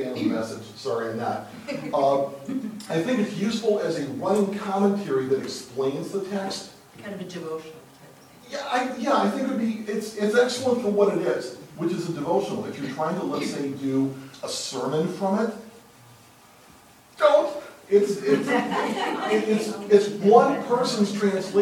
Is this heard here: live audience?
yes